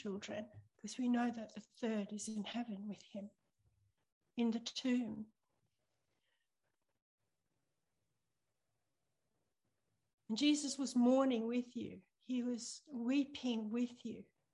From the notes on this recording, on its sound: ZOOM Church